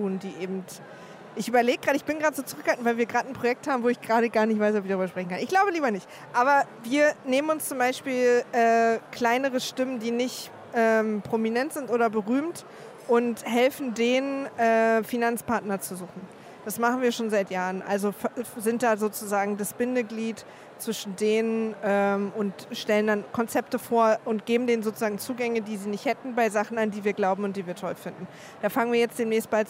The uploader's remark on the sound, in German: Live-Podcast von der Republica.